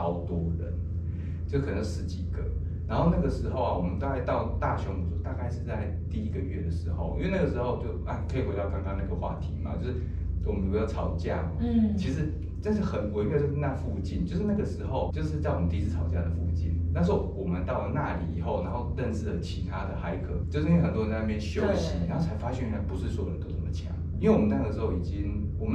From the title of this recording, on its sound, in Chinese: 收音見諒